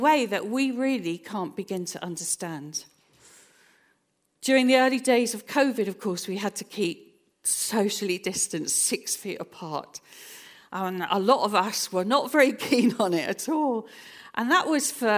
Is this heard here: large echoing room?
yes